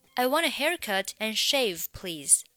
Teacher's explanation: Want a 连读是 wanna